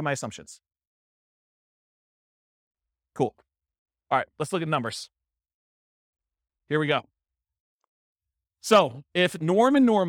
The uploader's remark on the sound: This was a live class recorded